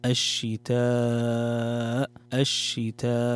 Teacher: عندنا مد متصل يمد بمقدار 4 حركات